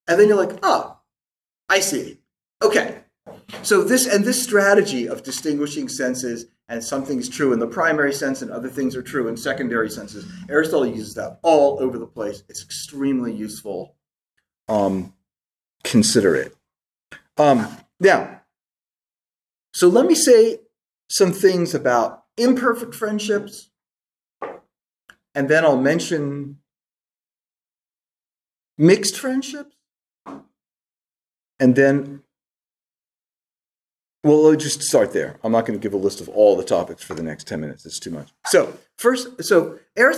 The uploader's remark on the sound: This lecture was given on June 13, 2023 at the Dominican House of Studies in Washington, D. At the Dominican House of Studies in Washington, D.C. As part of the 2023 Civitas Dei Summer Fellowship.